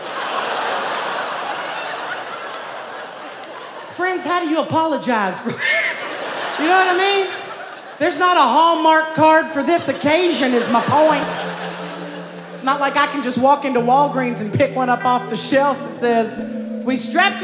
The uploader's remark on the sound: Snap LIVE! in Brooklyn